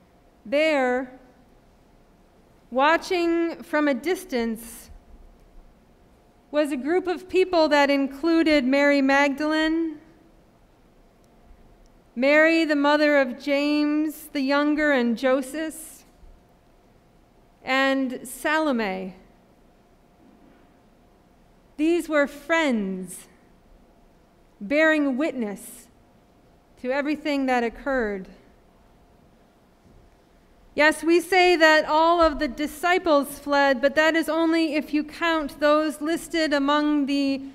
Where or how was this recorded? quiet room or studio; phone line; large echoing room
large echoing room